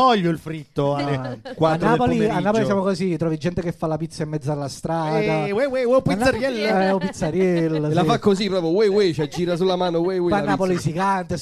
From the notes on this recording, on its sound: Live dal GhePensiMi di Milano